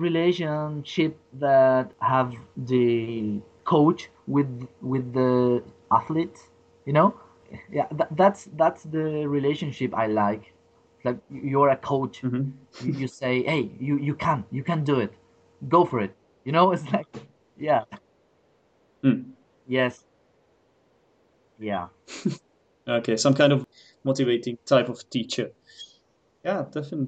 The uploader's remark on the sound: For this episode I decided to skypecall my colleague. From Chile.